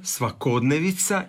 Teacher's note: A kod svakodnevica je pravilan onda naglasak na o, svakodnevica, i nije svakodnevnica.